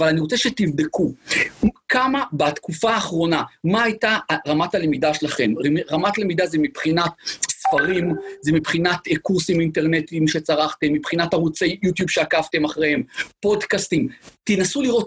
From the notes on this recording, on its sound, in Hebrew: הפרק הפעם הוא הקלטת אותו ובינר